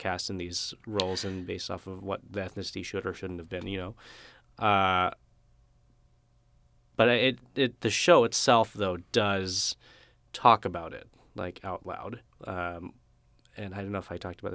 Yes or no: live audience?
no